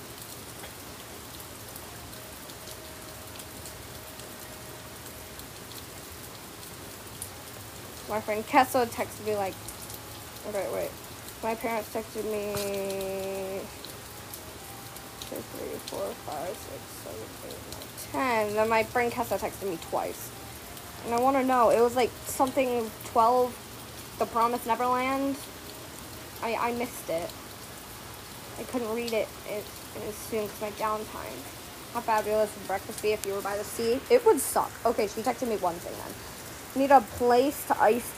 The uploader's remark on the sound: Recording in the pouring rain